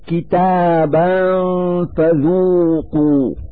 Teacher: في هذا المثال فتحتان على الباء من كلمة كتابا، نلفظ هاتين الفتحتين نونا ساكنة من مخرج الفاء من كلمة فذوقوا مع إظهار الغنة التي هي الدليل على وجود نون ساكنة.